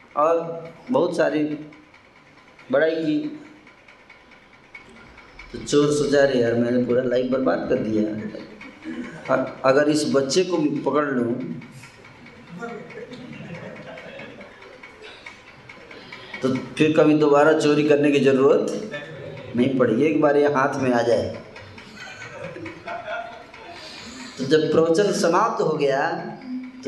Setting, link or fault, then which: setting, live audience